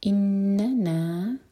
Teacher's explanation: اننا، نون پر جب بھی شدہ ہوگا ہم غنہ کریں گے، دو سیکنڈ کے لیے ہولڈ کریں گے. اننا، نا سیکنڈ والا نون دو حرکہ لمبا، مد طبعی